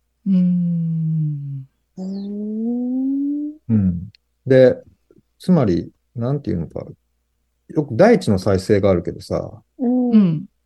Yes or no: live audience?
no